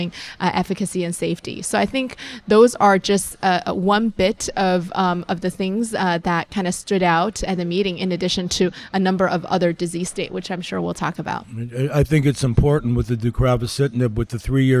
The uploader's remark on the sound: live at Winter Clinical Hawaii 2024